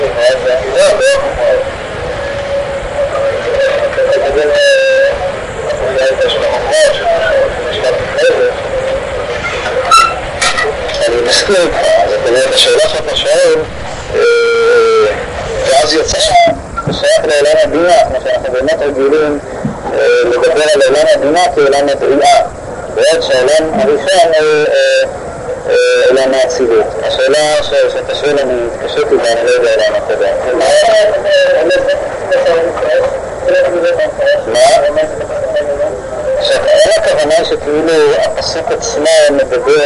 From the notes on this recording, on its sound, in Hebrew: ההקלטה באיכות נמוכה.